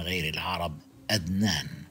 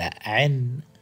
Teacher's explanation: بعض العرب في الجزيرة العربية وخصوصا قبيلة تميم وبني أسد كانوا يبدلون الهمزة عينا · Shown in: second take · Term: العنعنة